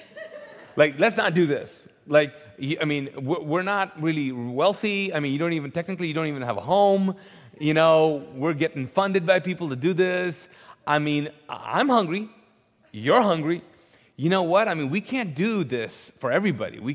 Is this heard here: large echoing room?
yes